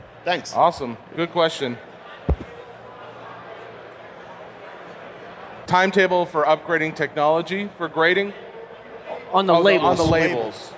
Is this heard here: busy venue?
yes